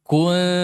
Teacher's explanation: Karena dhamma, ketika mulut itu dhom, apa membulat, monyong begini, si pangkal lidah itu akan cenderung apa naik. Sehingga akan terdengar tebal. Makanya bunyinya enggak mungkin tipis, padahal harus tipis.